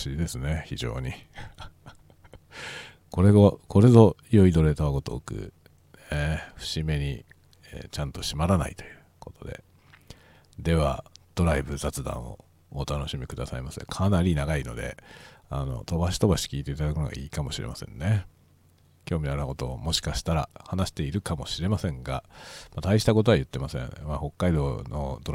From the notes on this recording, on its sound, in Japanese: 仕事にでかける道中、車を運転しながら雑談する回ですが例によっていろいろうまくいかないことが満載。スタジオ録音部分 TASCAM TM-82 車内：ZOOM M3 MicTrak。スタジオ録音部分：CUBASE Elements 車内：ZOOM M3 MicTrak。